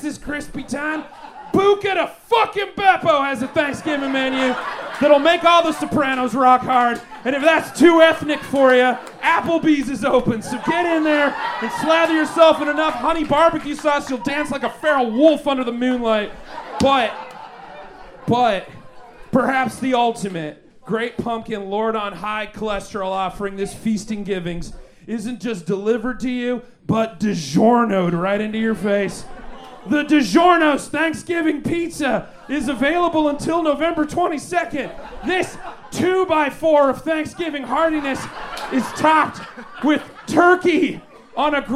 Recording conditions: busy venue